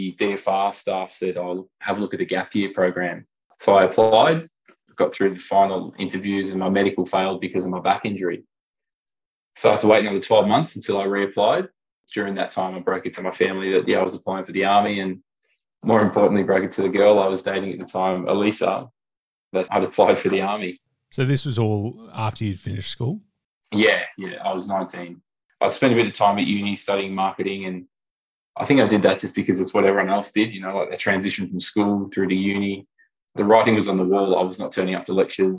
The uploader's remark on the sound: over Zoom